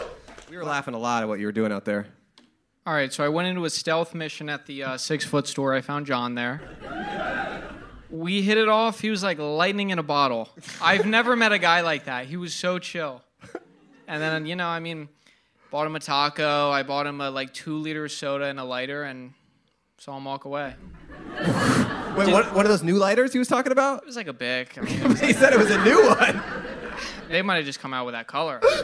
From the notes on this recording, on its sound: Podcast But Outside But Inside LIVE! Our intern wandered the streets around the venue to bring in random guests. At Dynasty Typewriter at The Hayworth Theater in Los Angeles!